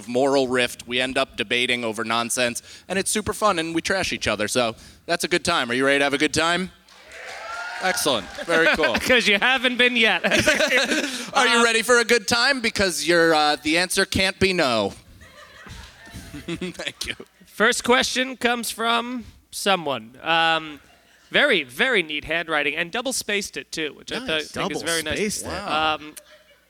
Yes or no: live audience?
yes